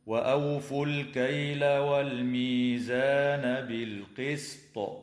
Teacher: يجوز الوقف على كلمة بالقسط من قبيل الوقف الحسن مع وجوب قلقلة الطاء حال الوقف، هكذا: وأوفوا الكيل والميزان بالقسط.